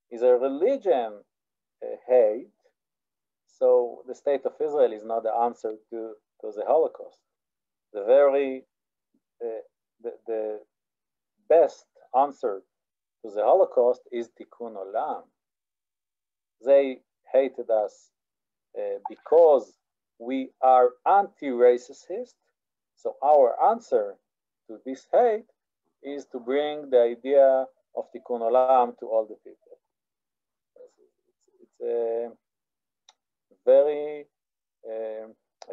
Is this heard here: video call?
yes